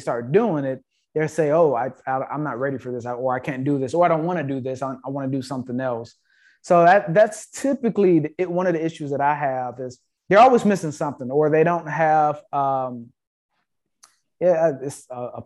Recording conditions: video call